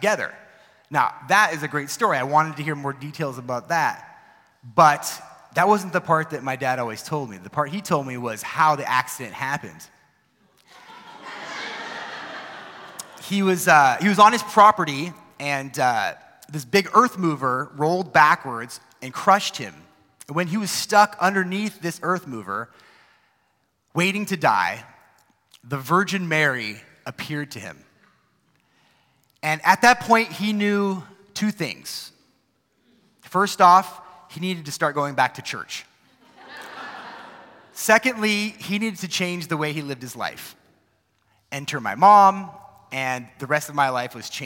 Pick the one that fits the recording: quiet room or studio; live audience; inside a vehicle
live audience